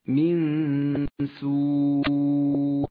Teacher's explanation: النون مع حرف السين، تخفى النون بحرف السين مع بقاء غنة للنون بمقدار حركتين من غير تشديد · Term: الإخفاء